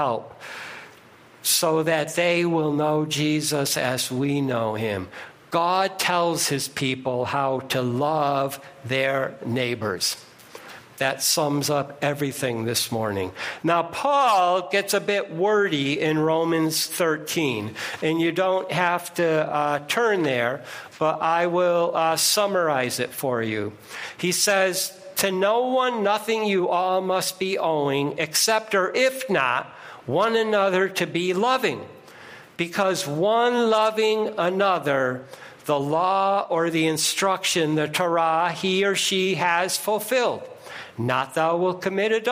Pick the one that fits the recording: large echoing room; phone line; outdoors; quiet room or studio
large echoing room